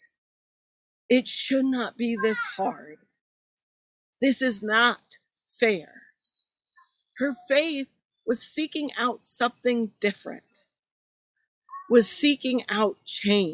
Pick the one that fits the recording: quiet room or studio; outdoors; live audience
outdoors